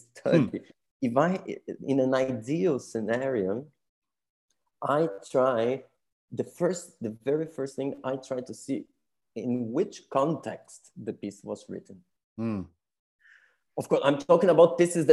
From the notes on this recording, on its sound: This interview was recorded on 2nd June 2022 via Zoom.